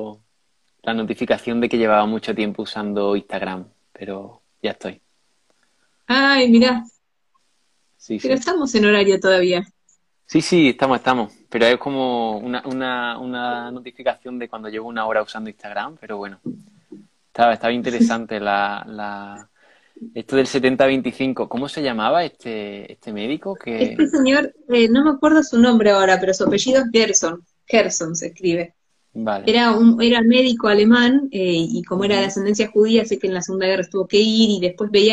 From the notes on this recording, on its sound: Instagram live